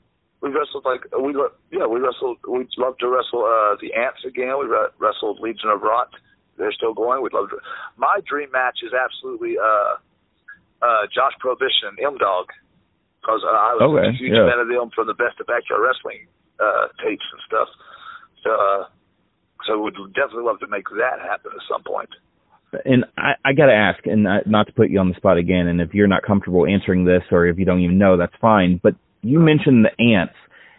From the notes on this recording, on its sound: This episode features a phone chat